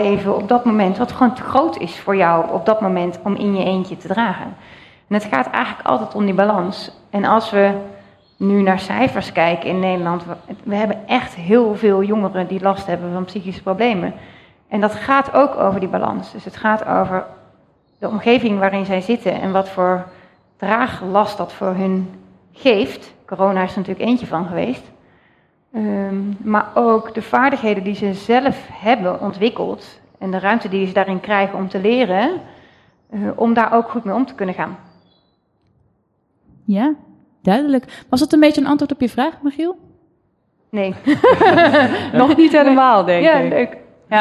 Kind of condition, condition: setting, live audience